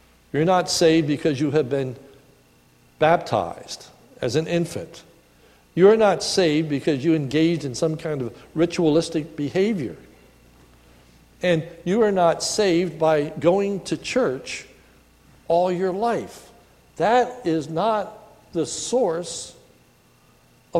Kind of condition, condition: setting, large echoing room